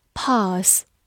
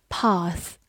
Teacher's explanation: woods. We followed the path through the woods.最后，我们来对比两个近音词。第一个是 p a ss，pass。字母 s 发的是平舌音，pass，动词、名词表示通过。而我们今天学习的单词是以 th 结尾的，它是一个咬舌音，path。另外，如果我们把首字母的 p 变成 b，就变成之前学过的 bath，名词、动词洗澡，bath。equal，e q u al，equal。字母 e 发它本身的音 e，q 发 k，字母 u 发 w，a lall，equalequal，它是一个形容词，表示平等的、相等的。比如说 equal rights 就是平等的权利，right